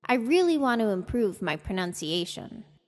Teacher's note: notice how I transformed want to wanna